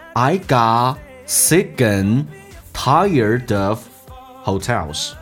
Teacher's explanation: got 的 T 不发音，是因为它有一个叫略音，因为 sick 以 s 开头的 got 以 t 结尾，两个辅音只用发后面一个，变成 I got sick 跟 and 有一个连音叫 c 跟。